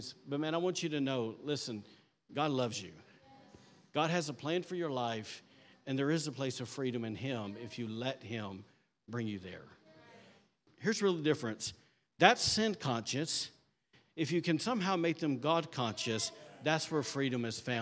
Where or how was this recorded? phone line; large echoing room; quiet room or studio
large echoing room